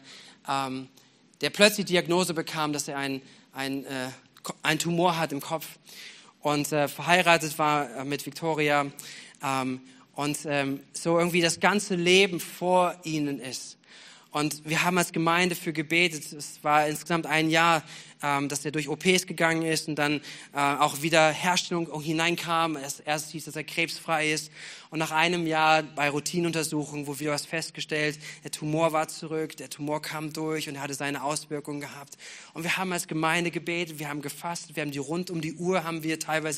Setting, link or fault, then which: setting, large echoing room